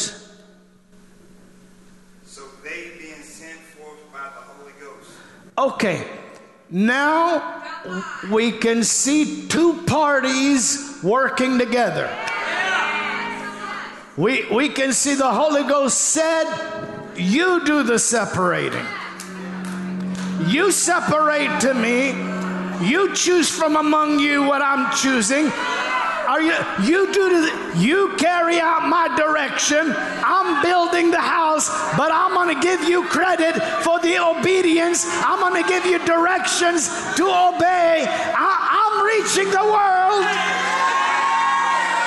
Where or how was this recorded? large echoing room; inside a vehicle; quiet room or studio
large echoing room